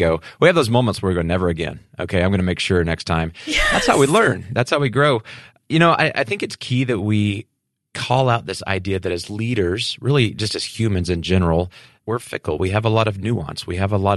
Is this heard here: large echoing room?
no